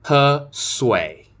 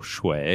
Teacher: Because of the way that the language kind of evolved, the z, c, s and the zh, ch, sh differences kind of disappeared · Shown in: first take